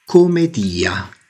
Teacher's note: Commedia, con una sola M e probabilmente pronunciata con un accento tonico sulla I